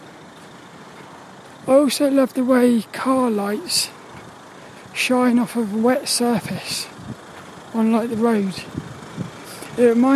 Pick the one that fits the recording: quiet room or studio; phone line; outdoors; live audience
outdoors